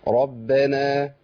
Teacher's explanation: الراء محركة بفتح والراء المحركة بفتح تفخم دائما · Term: الراء المفخمة